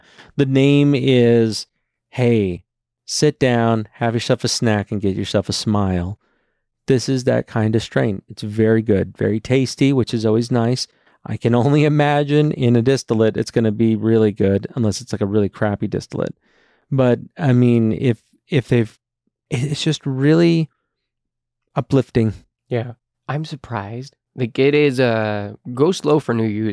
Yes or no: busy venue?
no